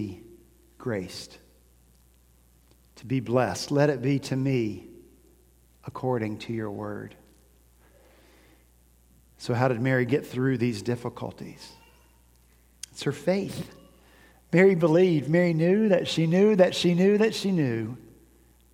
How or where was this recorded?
large echoing room